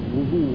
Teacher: یہ وضوء جو ہے یہاں یہ واو کے پیش کے ساتھ پڑھا جائے گا. ہمارے اور آپ کے یہاں سب کو وضوء کرنا ہے، وضوء کرنا ہے، لیکن وضوء نہیں بلکہ وضوء واو کے پیش کے ساتھ.